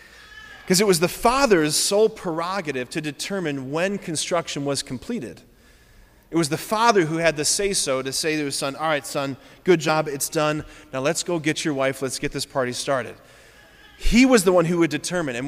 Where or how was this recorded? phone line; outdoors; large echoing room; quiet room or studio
large echoing room